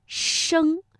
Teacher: 这个声呢，舌尖同样要上翘，因为声母是诗，所以呢它让舌尖靠近硬腭前部啊，又留出了窄缝了，所以读声，赵先生。接下来呢，我们要听成语故事朝三暮四。那我们的问题又来了啊，朝三暮四这个四字成语，它的声母在读的时候有什么样的特点呢？朝三暮四，战国时期，宋国有位老人非常喜欢猴子，他在家里饲养了一大群猴子，成天逗弄这些猴子，与猴子们厮混在一起，邻居们都称他鞠躬。鞠在古书里是指猕猴。鞠躬和猴子们相处久了，慢慢地摸清了猴子的性情，懂得了猴子的动作、叫嚷的意思。猴子们日久天长的，也逐渐地明白了鞠躬说话的意思。鞠躬的家境并不很宽裕，因为他养的猴子太多，每天要消耗大量的瓜、菜和粮食。可他宁愿节省家里的口粮，也要满足猴子们的食量。几年以后，鞠躬家里更穷了，实在供不起这么一大群猴子的吃食了。可他又舍不得